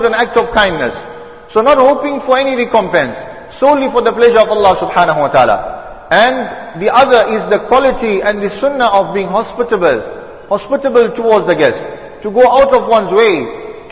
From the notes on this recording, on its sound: Jumuah lecture